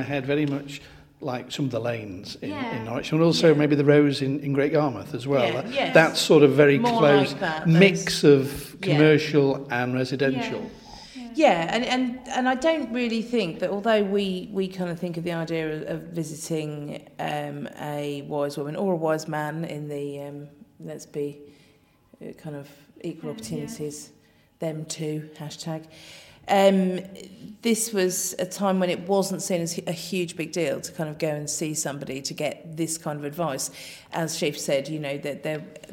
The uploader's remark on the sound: This week the team are recording from the crypt at the Assembly House